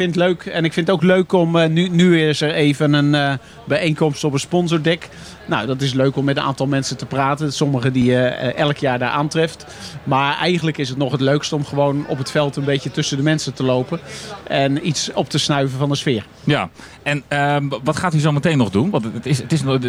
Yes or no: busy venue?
yes